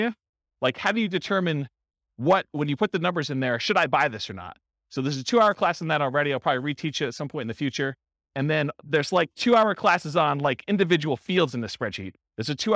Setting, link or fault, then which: setting, live audience